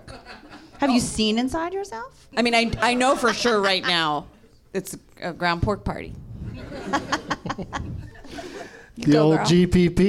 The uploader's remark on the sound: Live from the NerdMelt Showroom in Los Angeles